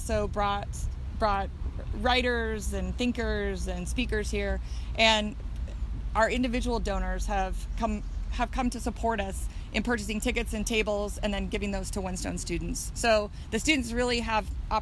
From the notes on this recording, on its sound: take you on a walking tour of downtown Boise